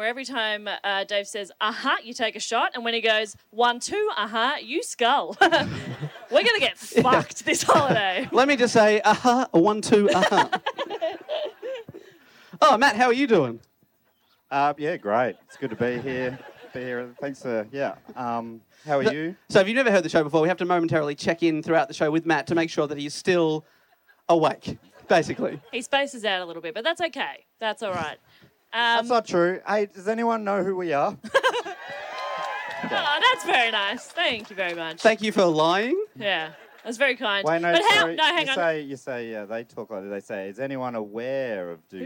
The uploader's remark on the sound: This week's episode of Do Go On was recorded live on a beach at the Koh Samui International Podcast Festival. We were also joined on stage by two of our funniest friends.